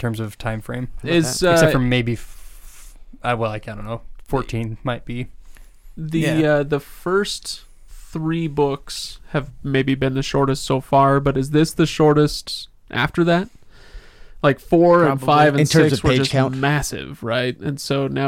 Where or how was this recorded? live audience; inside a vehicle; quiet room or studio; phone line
quiet room or studio